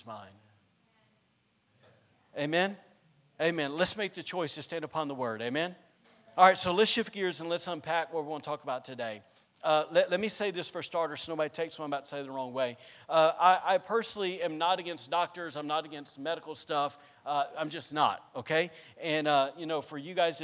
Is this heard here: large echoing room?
yes